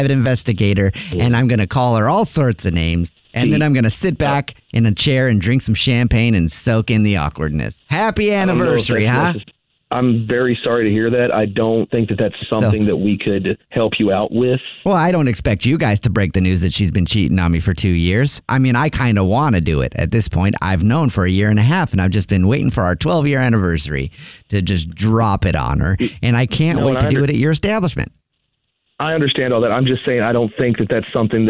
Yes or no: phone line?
yes